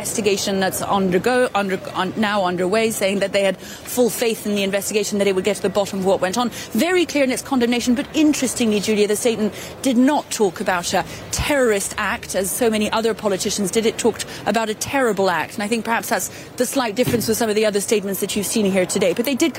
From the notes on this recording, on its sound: live from the New York Stock Exchange